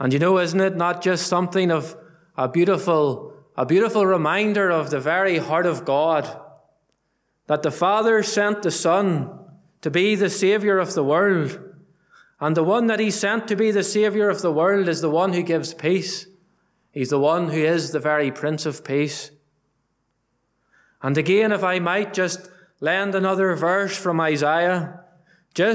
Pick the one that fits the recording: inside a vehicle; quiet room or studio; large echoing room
large echoing room